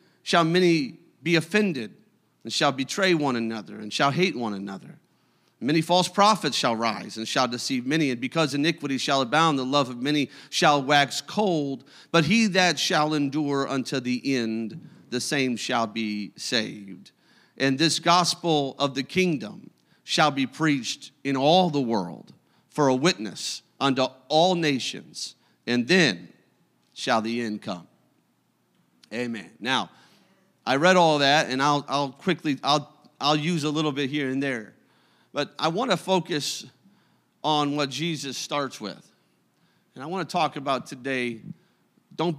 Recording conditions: large echoing room